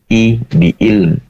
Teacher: tadi terdengar seakan hamzah, yaitu i bi ilm, kurang ain ya, seakan hamzah. Maka perlu diperjelas kembali atau disempurnakan dengan melafalkan huruf ain dari tenggorokan bagian tengah.